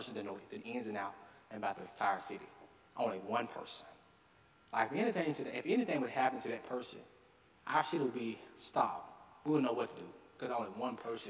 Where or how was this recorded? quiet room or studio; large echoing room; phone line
large echoing room